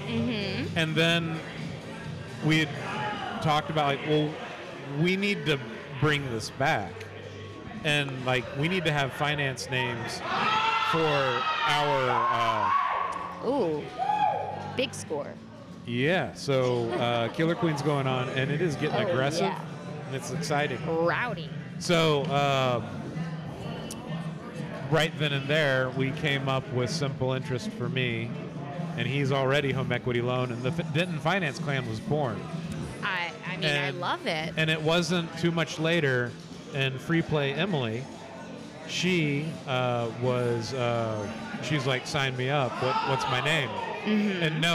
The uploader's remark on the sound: Live from the floor of Free Play Denton.